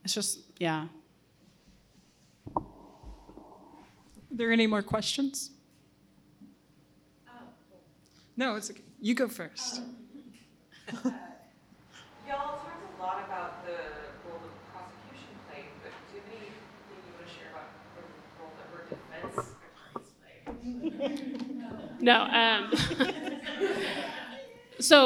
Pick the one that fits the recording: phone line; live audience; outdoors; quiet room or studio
live audience